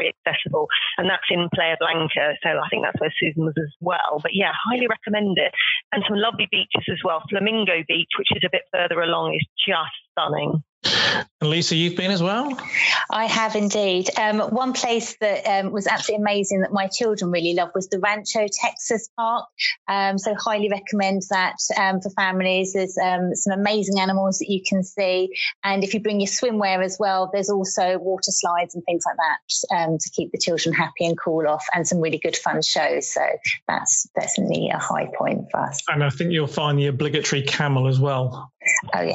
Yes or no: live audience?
no